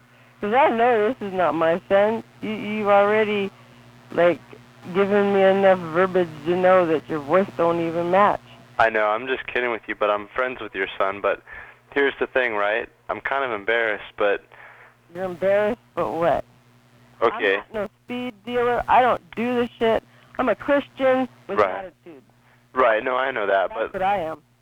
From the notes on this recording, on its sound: Prank Phone Calls